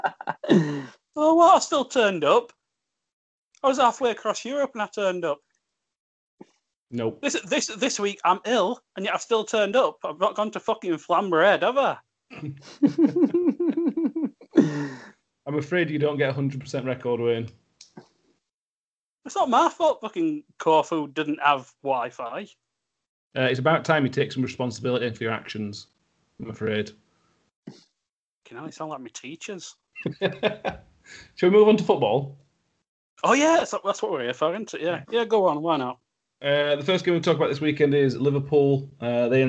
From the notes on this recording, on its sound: We are back recording remotely so apologies for any sound issues.